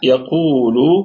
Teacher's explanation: القاف في ثالث درجات التفخيم